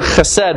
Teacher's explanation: it's got that guttural H there at the beginning that Hebrew has that we don't have in English